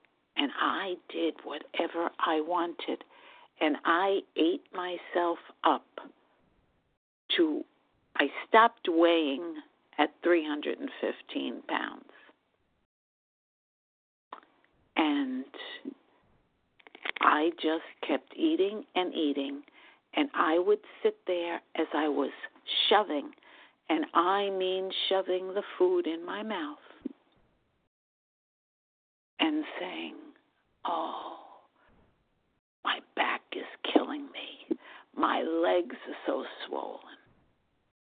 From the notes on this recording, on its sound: from the 100 Pounders Phone Meeting, 12/21/23.